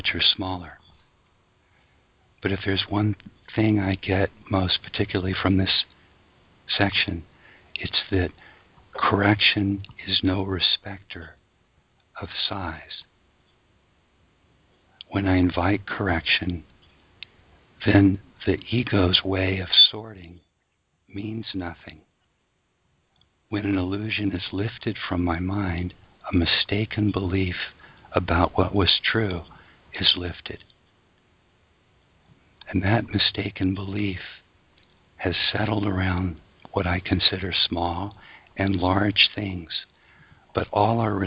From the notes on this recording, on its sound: ACIM Daily TEXT Conference Call.